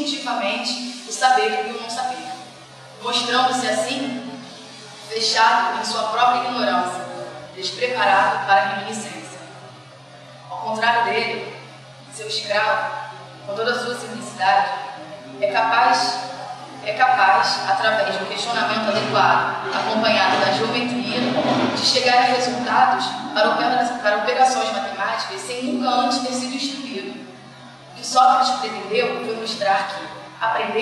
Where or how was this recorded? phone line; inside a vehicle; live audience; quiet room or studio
live audience